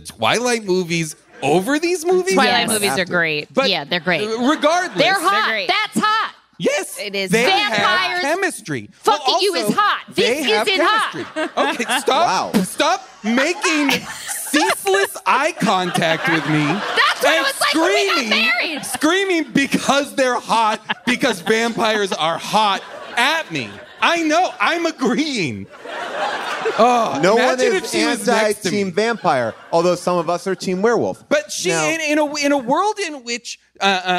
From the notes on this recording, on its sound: LIVE from Largo